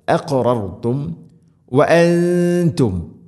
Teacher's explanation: നൂനിനെ അവ്യക്തമാക്കി മണിക്കണം. ഇഖ്ഫാ ബിഗുന്ന.